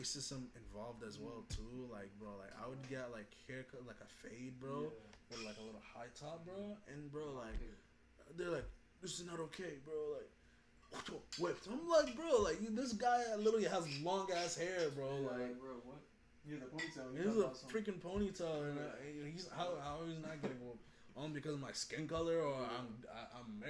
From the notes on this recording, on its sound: Our audio was kind of messed for this ep.